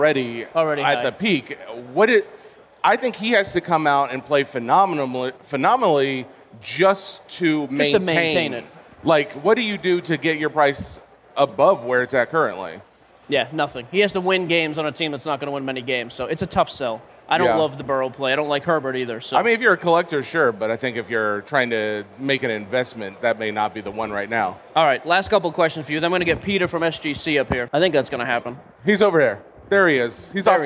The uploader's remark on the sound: live from the main stage of the National Sports Collectors Convention in Chicago, also known as The National.